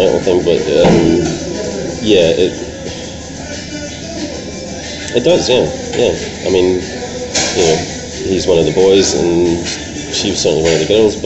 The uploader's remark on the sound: in a cafe near court this week, hence the background noise